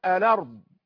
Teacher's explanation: إذن هذا النقل سمي نقلا، لماذا؟ لأنه نقل حركة الهمزة وهي الفتحة وأعطاها لللام وحذف الهمزة